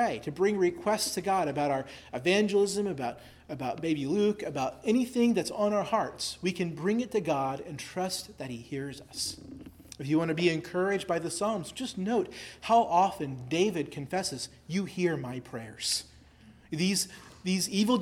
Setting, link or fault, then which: setting, large echoing room